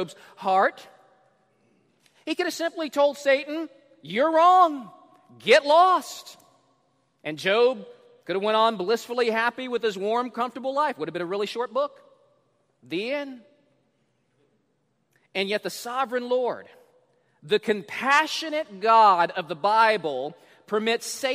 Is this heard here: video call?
no